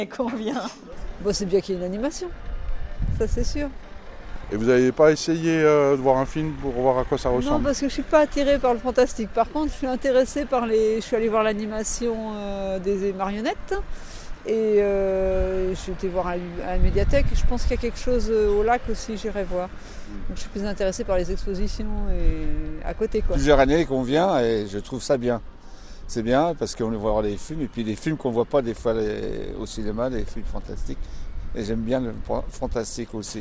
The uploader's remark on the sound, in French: À l'occasion de la 30e édition du festival international du film fantastique de Gérardmer. Promenons nos micros dans les rues de "la perle des Vosges", à la rencontre des festivaliers, des skieurs et des Géromois.